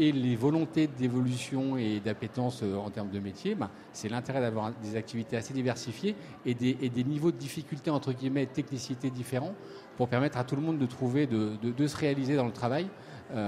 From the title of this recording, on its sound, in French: en direct des halles inclusives 2022